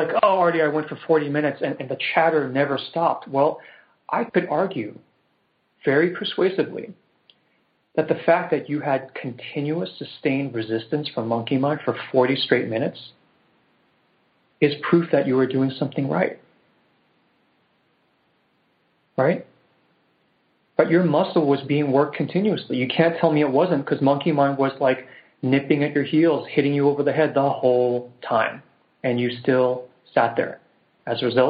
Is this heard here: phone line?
yes